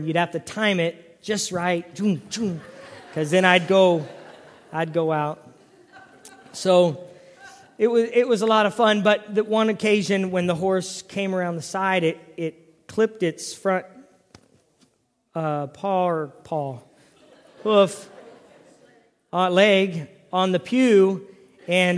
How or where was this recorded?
large echoing room